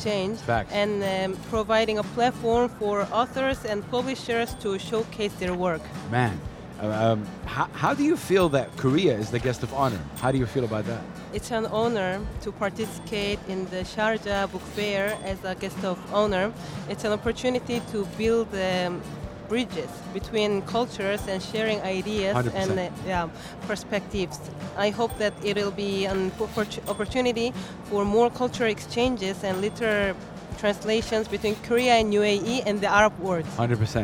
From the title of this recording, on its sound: Live from SIBF 2023